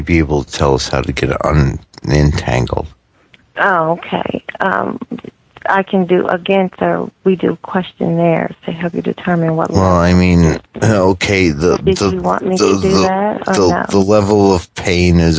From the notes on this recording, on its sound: RBCP's Personal Prank Phone Calls Collection